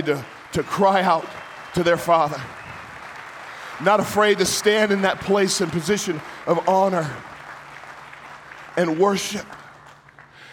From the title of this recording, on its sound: My talk at the Emerge Men Conference